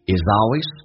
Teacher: is 跟 always 可以有个连加，is always 用 z 连